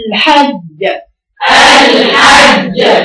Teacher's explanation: فبتيجي القلقلة فتح المخرج بسرعة كده علشان يخفف علينا